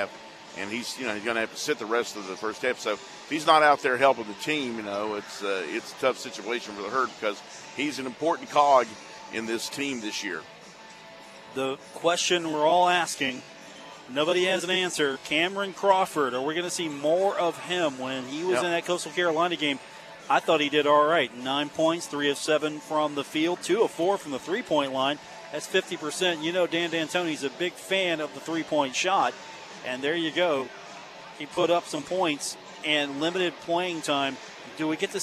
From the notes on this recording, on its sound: was live at Marshall University before the Thundering Herd match-up with the James Madison Dukes on the court at the Cam Henderson Center.